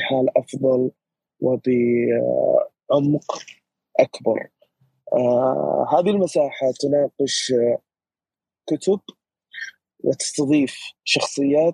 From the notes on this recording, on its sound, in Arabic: تسجيل لمساحة ابن رشد الأسبوعية على منصة تويتر.